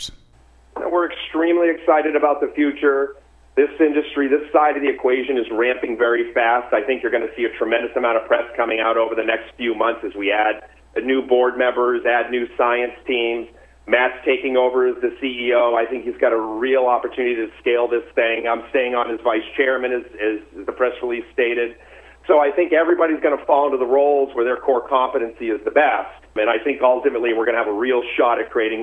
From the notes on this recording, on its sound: called in to SmallCapVoice.